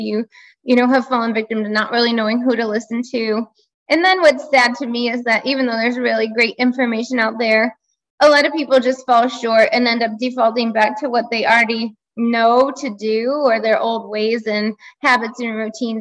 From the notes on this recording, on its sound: This was a live Zoom call with actual 90/10 Lifestyle participants.